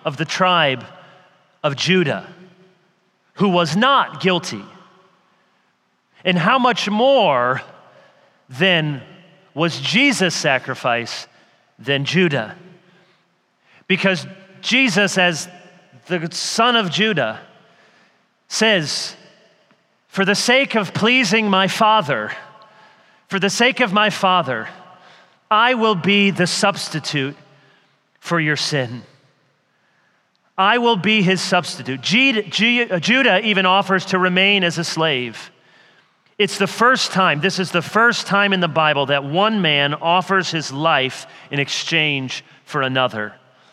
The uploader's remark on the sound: The Gathered and Scattered Podcast features keynote and breakout sessions from our annual conference at Redeemer Presbyterian Church in Detroit, MI.